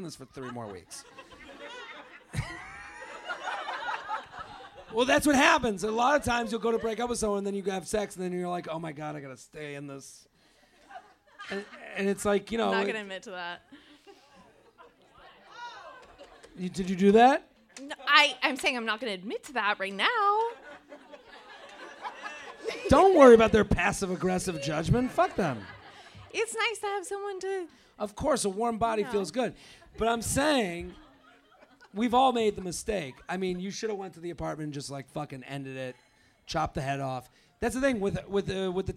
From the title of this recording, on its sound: LIVE From The Punchline San Francisco